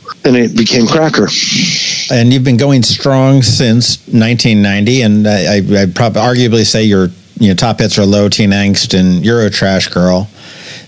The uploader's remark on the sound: We hopped on the phone